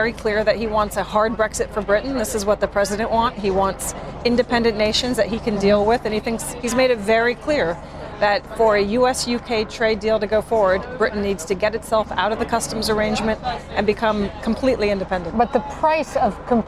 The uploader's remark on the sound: Live from the New York Stock Exchange.